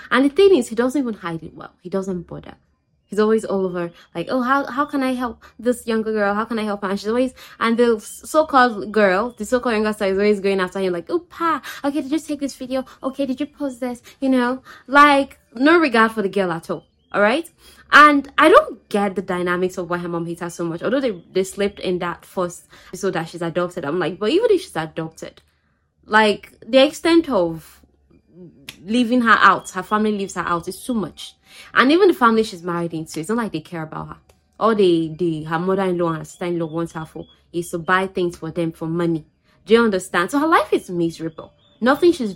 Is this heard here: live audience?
no